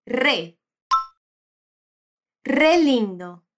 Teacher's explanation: essa vibração da R é forte porque ela está no começo da palavra